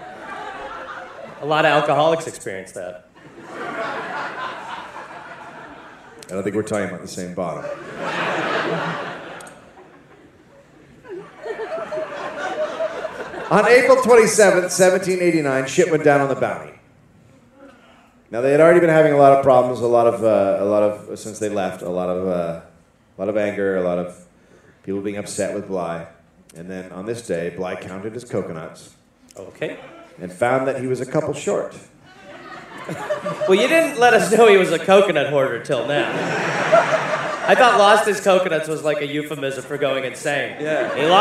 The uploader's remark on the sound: Live in Australia. Live from The Powerhouse Theater in Brisbane, Australia.